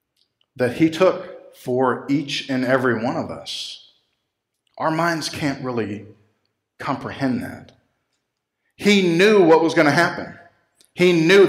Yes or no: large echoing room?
yes